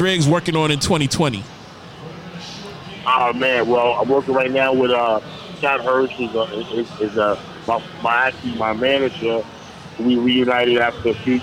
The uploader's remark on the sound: LIVE from Dave and Buster's